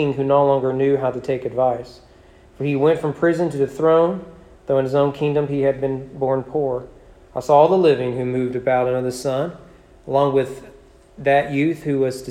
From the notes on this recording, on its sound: Sermon preached at East Frankfort Baptist Church on September 20, 2020 during evening worship.